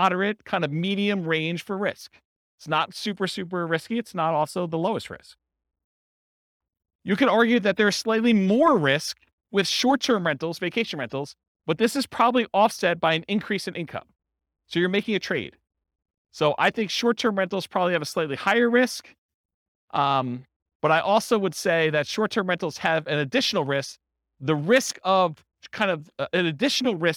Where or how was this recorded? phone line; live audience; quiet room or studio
live audience